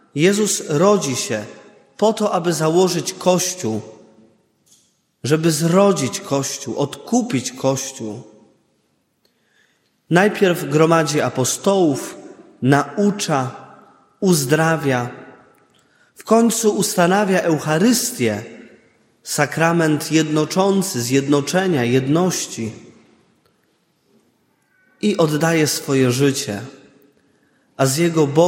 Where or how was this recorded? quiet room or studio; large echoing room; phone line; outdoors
large echoing room